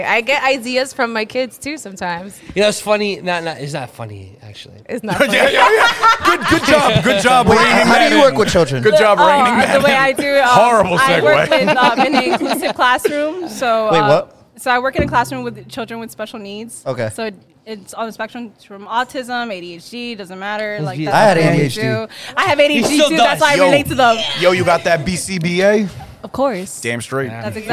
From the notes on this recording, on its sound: LIVE from Bronx Brewery. Stop by the Bronx Brewery for another very special Bad Business LIVE Show!